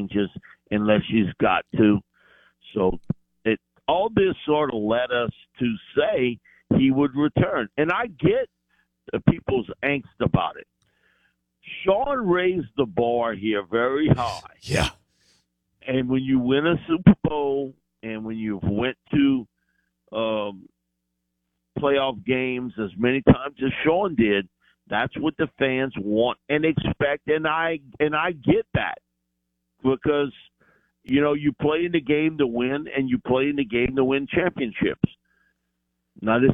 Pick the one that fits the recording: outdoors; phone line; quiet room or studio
phone line